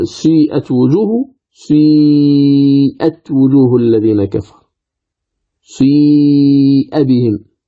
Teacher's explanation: فتقرأ الكلمة مثلا سيئت وجوه، سيئت وجوه الذين كفر، سيئ بهم، فلاحظ تأتي بجزء للضم كأنك ستقول سي ثم ترجع إلى الكسر، ترجع إلى الكسر. إذن فالضم يكون هو المقدم وهو الأقل، ثم يتبعه النطق بالكسر ويكون هو الأكثر وهو المؤخر · Term: مذهب التفريز